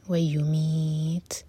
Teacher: ویمیت، تا کو ساکن کریں گے تو مد عارض لسکون، اور تا پر ہمس ہوگی، سانس جاری رکھیں گے